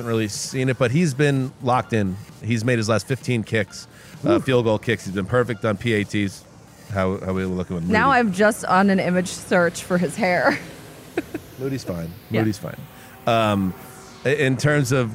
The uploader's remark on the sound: In a convention room full of heroes